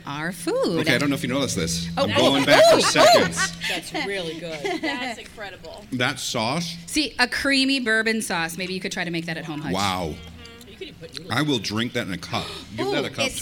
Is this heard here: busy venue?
yes